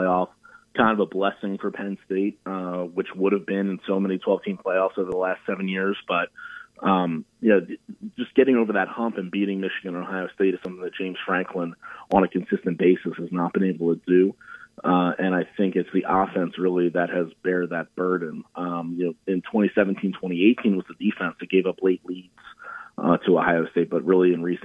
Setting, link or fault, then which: link, phone line